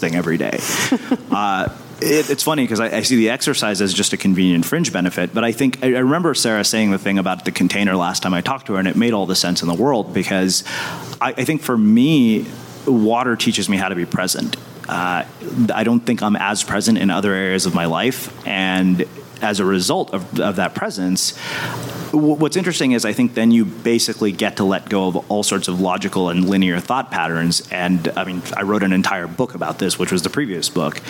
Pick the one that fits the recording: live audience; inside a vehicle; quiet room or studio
live audience